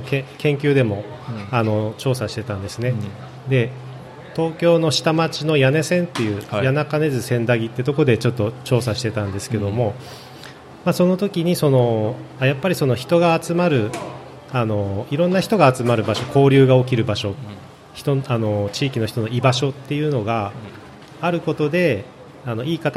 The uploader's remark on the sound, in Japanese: 楽しく公開収録。鳥取県倉吉市発。